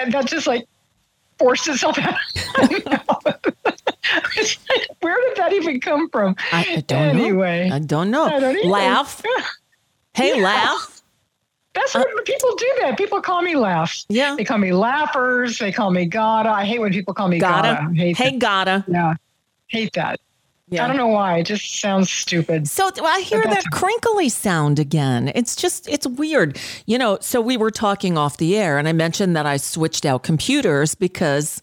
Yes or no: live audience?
no